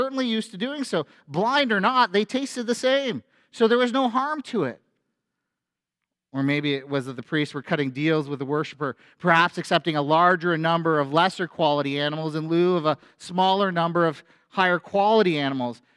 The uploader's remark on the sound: A sermon at FBC Church in Cobourg,